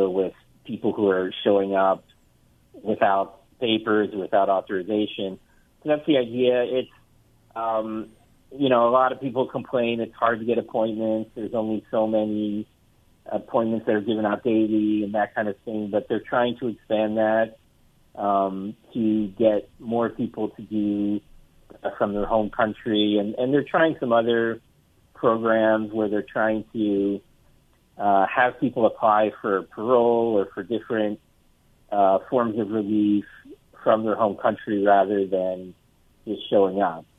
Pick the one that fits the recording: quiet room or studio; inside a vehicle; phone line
phone line